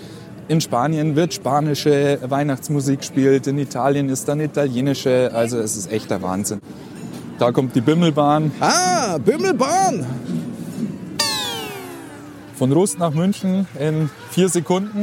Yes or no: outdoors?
yes